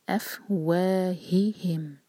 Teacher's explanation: افواہہم، اور ہا کو، دونوں ہا کو ظاہر کرنا ہے، اور یہ ہا سینے سے نکلتا ہے